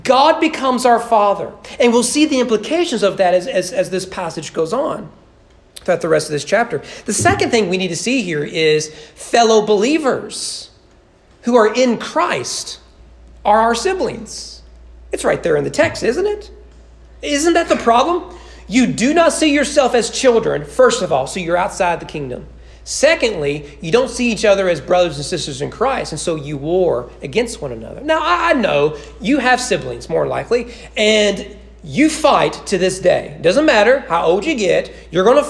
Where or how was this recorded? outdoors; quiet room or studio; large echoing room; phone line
large echoing room